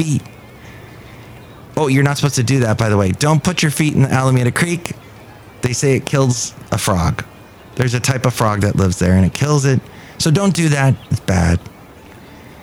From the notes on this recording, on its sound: podcasts live from Café Anyway